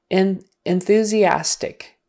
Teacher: So that EN is more like an IN, more like a short I silver.